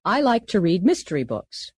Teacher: The word to often becomes ta. · Term: reduced forms